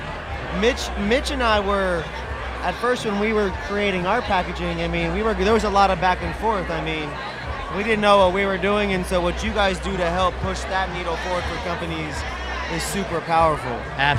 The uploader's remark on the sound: Live In NYC At The Media Mixtape Vol 1 MJ Unpacked After Party. Live in New York City during MJ Unpacked at the Media Mixtape Vol.